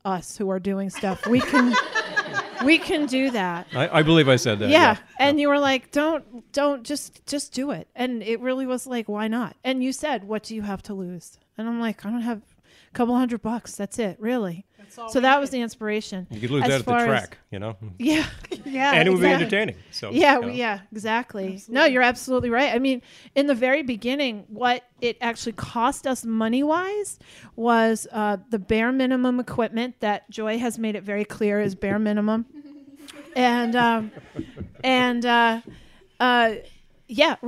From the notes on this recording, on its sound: Listener inspired topics during the open mic at our spring mixer brings the Sisters laughter and tears.